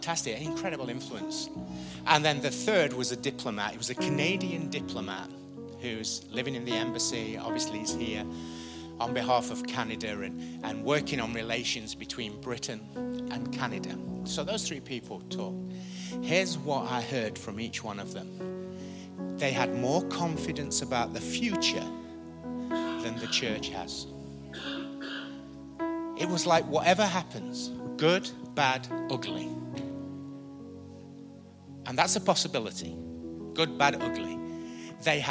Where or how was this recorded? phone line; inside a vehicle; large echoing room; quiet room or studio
large echoing room